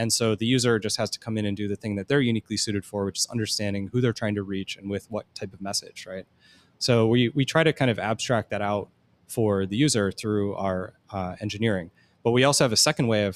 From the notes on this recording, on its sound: LIVE From Element451's 2023 ENGAGE Summit. Recorded LIVE from Element451's 2023 ENGAGE Summit in Raleigh, North Carolina.